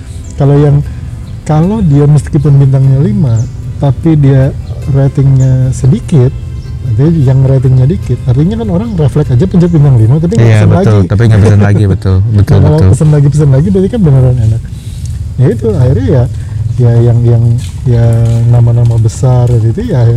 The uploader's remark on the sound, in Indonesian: Tolong dimaafkan kresek-kresek di beberapa detik pertama.. Mic-nya beradu sama masker.